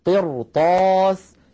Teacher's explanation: هذه الراء أيضا ساكنة قبلها مكسور بعدها حرف استعلاء وهو الطاء غير مكسور الطاء، فلذلك نفخمها تأثرا بجارتها الطاء المفتوحة